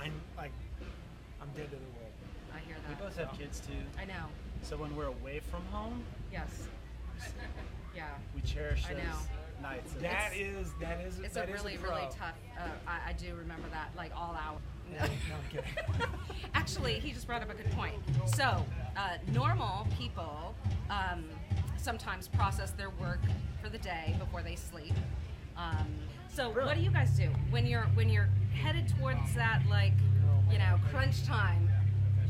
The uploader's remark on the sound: talks backstage at a Festival